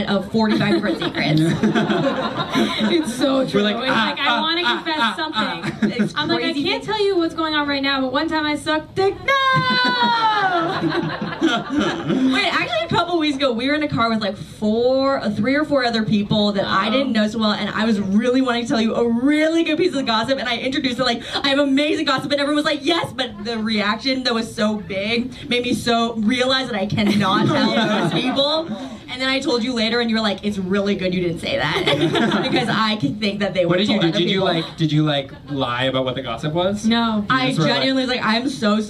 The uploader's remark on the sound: It's our new york comedy festival live show episode!